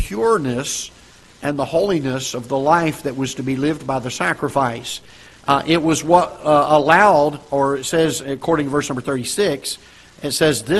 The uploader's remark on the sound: Ketha Heights Baptist Church ~ Live Broadcast.